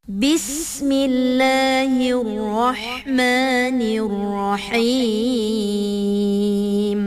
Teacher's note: sifat huruf sin ni kita kena tahu, sin dia ada sofir. Sofir tu dia bunyi seperti desiran binatang, bunyi binatang.